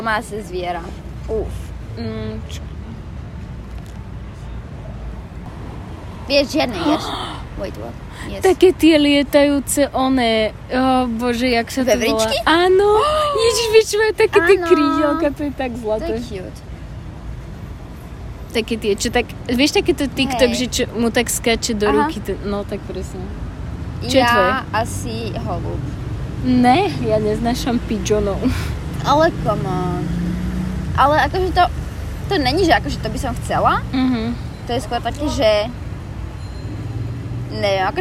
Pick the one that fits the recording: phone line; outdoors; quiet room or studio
outdoors